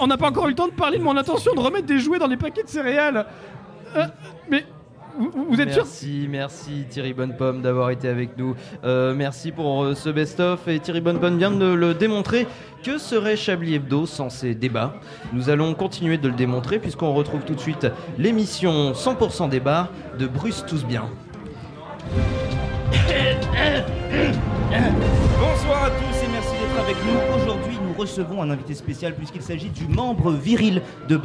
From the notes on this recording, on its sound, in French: En direct du Lou Pascalou. N'a plus de micro au bout d'un certain moment.